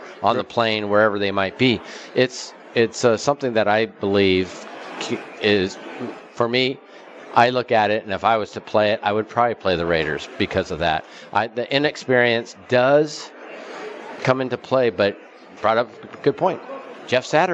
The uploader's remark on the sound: Live from the Suoer Book at Westgate Las Vegas.